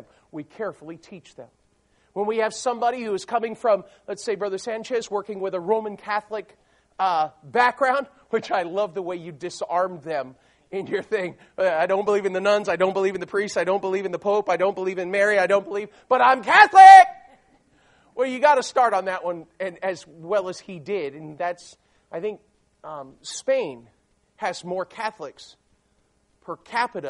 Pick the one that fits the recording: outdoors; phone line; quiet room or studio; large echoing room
large echoing room